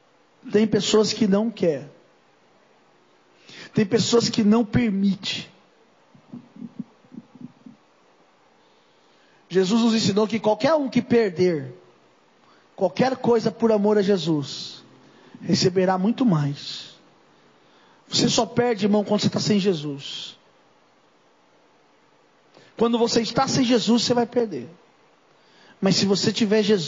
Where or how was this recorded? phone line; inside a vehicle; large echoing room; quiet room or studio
large echoing room